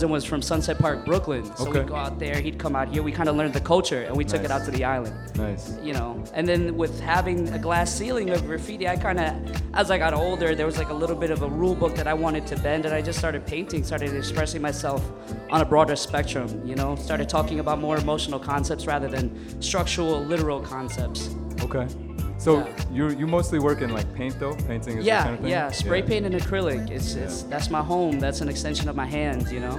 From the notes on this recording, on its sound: Originally broadcast live on May 31, 2018 from the storefront of Kinfolk 90 in Williamsburg, Brooklyn, New York City.